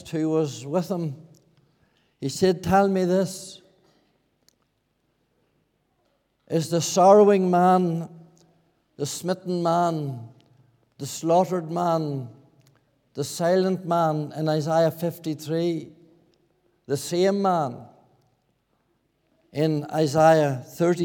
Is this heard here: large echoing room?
yes